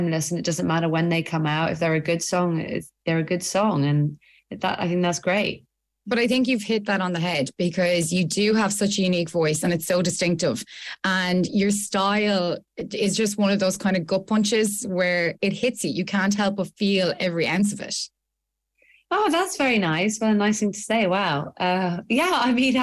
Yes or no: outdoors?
no